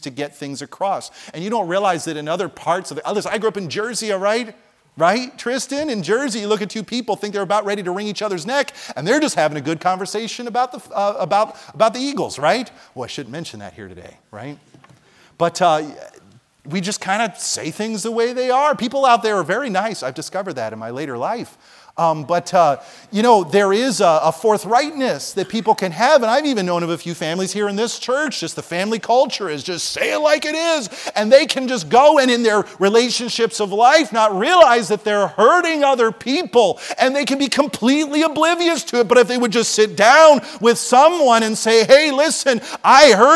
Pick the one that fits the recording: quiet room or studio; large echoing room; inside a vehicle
large echoing room